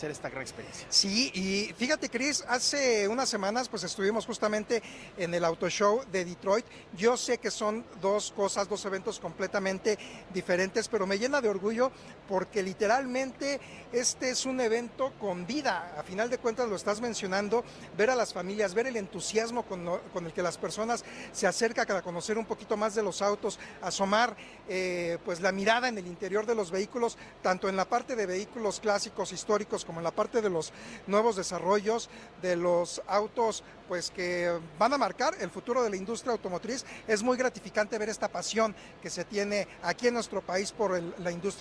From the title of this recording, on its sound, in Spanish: En vivo desde el Auto Show Imagen Puebla 2023